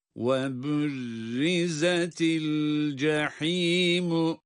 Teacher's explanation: el cahimu kelimesinde ha boğazın ortasından boğaz sıkılarak çıkan harftir.